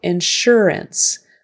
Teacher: That S is going to sound like an SH